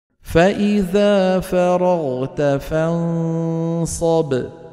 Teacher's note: شايفين الباء كيف قصيرة؟ لأنها إيه؟ شديدة.